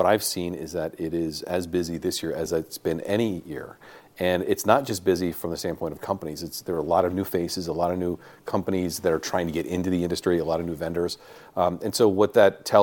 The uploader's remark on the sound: live from MJBizCon in Las Vegas